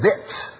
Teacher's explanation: got a T-S sound to it with a little harder stomp of the hard part of the palate above the teeth with your tongue